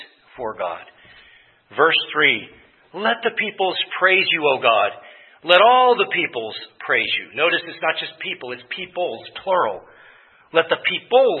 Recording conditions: large echoing room